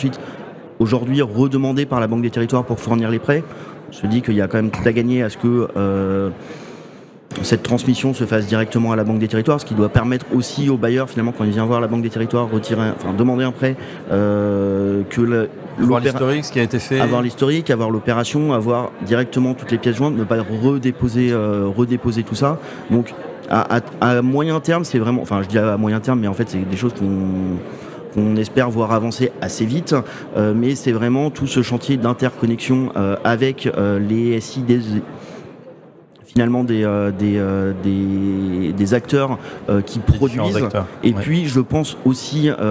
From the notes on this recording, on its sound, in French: 83e Congrès HLM de l'Union Sociale pour l'Habitat. En direct du 83e congrès USH à Nantes.